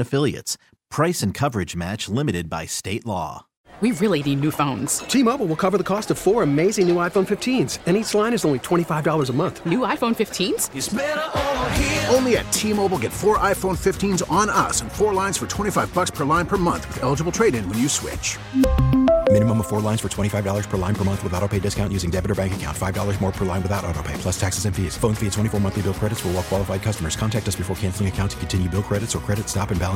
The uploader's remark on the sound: LIVE from Mercedes-Benz Stadium